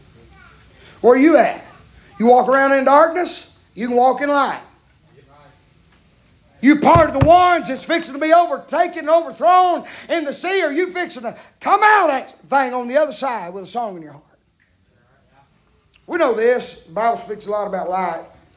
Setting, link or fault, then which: setting, large echoing room